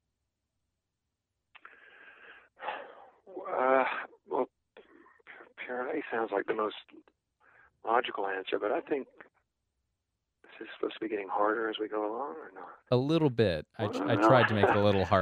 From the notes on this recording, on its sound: speaks on the phone